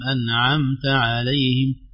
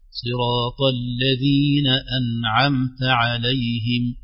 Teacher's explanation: كان في حرف العين فيه رخاوة زائدة · Shown in: first take